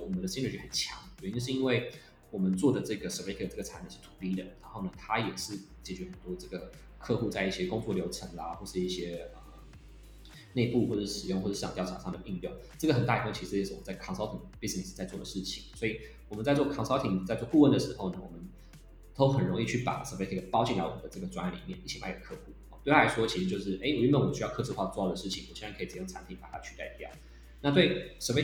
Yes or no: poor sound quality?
yes